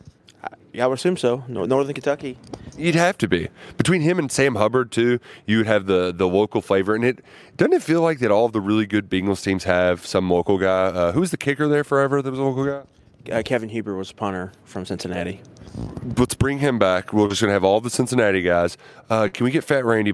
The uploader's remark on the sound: Live from NFL Combine. Live once again from the NFL Combine in Indianapolis.